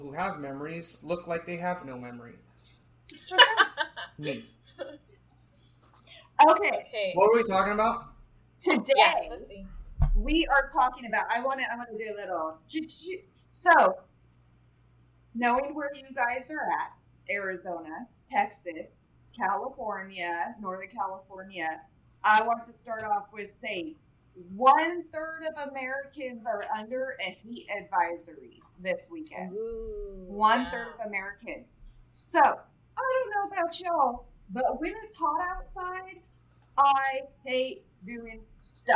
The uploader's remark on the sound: Audio quality may be lower than usual for this one!